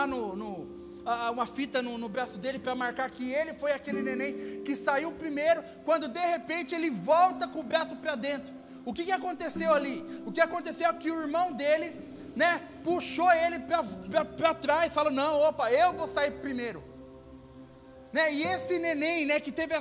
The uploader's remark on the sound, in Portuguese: Áudio do culto de Domingo